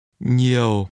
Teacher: The word that means a lot is pronounced with a low falling tone.